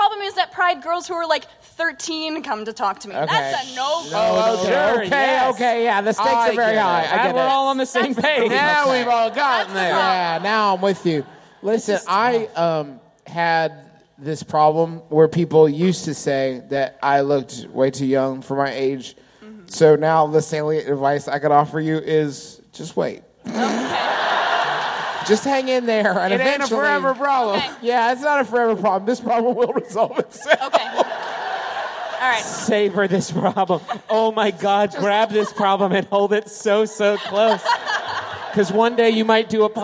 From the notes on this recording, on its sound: Here's another one of our live shows from our recent tour of America's most Northeastern reaches -- this time from the Wilbur in Boston! This was our first of two shows that night.